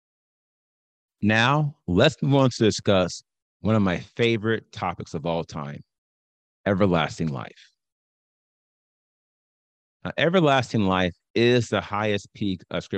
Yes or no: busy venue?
no